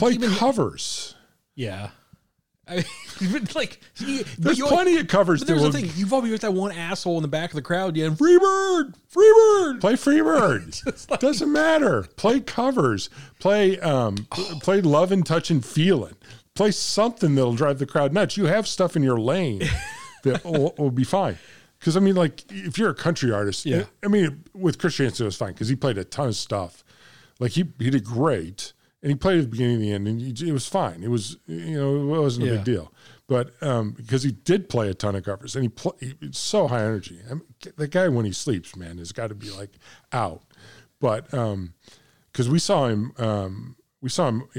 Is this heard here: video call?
no